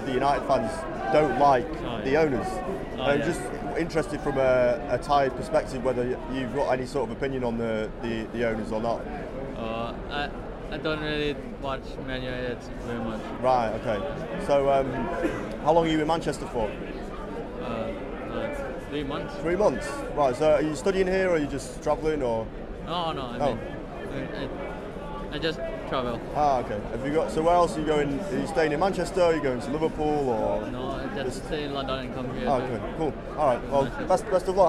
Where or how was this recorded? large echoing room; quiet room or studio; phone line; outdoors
outdoors